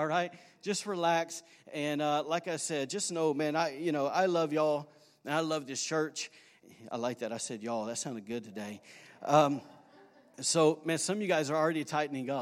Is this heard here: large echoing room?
yes